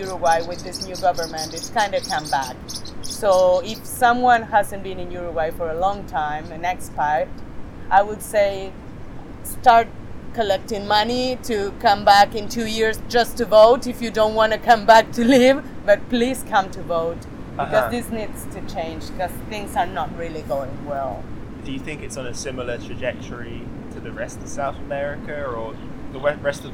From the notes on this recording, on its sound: This podcast was recorded on the beach and the forest in Las Tunas, Ecuador.